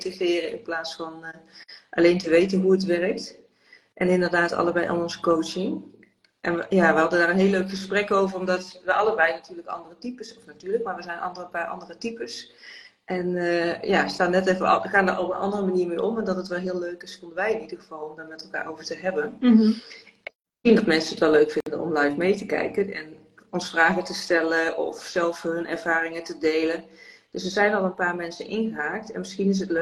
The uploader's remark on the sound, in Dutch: tijdens een live op Instagram